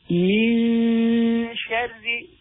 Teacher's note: The Noon Sakin, followed by a Sheen, this is one of the letters of Al-Ikhfa, meaning we will conceal the sound of the Noon Sakin. So we do not say Min Sharri, we read Min Sharri, with Ghunna as well.